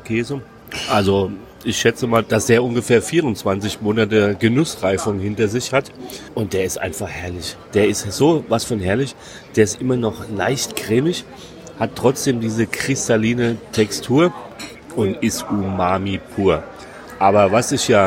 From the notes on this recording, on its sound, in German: Bologna. Wir sind live mit dir unterwegs im Centro storico der wunderschönen italienischen Stadt am nördlichen Apennin. Direkt vor Ort.